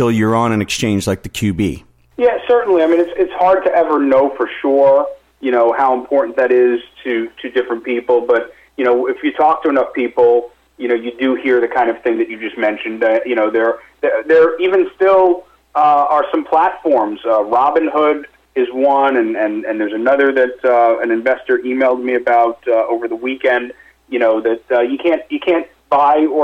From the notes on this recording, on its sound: called in to SmallCapVoice